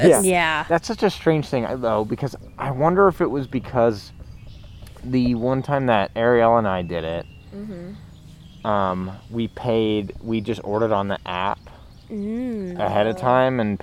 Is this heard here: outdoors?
yes